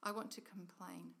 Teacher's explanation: You can't hear an O in there. It's a schwa.